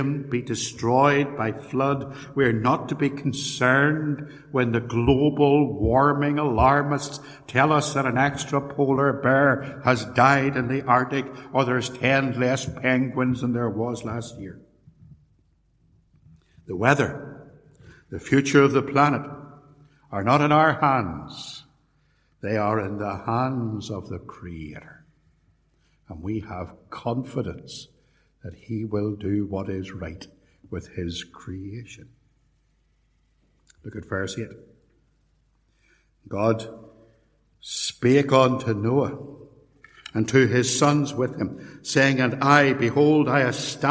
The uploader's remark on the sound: A sermon preached in 2017, at Templepatrick Reformed Church.